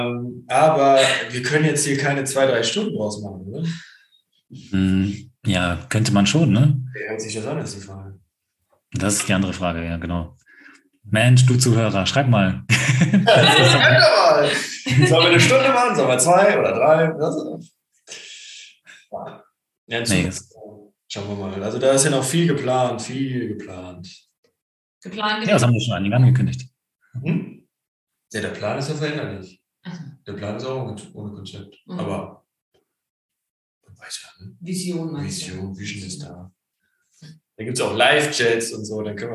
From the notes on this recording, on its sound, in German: Für uns war es die erste Live-Aufnahme, daher gab es einige Punkte beim abmischen die fehlerbehaftet sind.